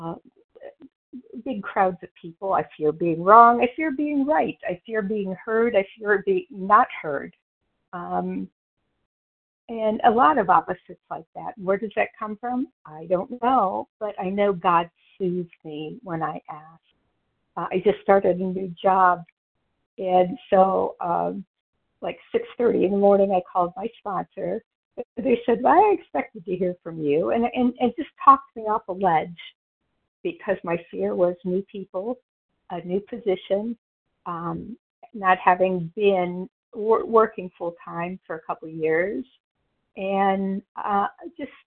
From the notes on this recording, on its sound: from the 100 Pounders Phone Meeting, 8/22/23.